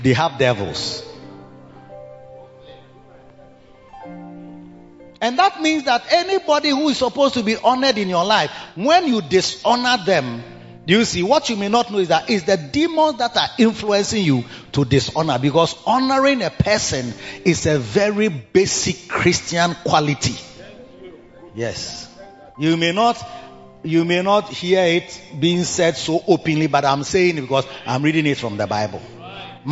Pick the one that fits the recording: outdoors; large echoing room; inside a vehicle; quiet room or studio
large echoing room